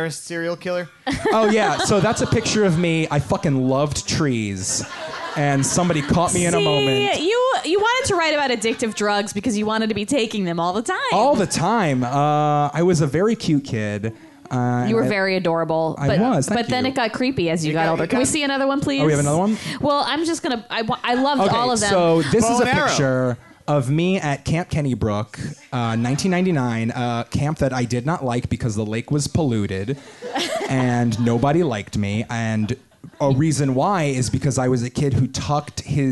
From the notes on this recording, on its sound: A special musical performance. Recorded live from the Q.E.D.: A Place to Show & Tell in Astoria, Queens, NY.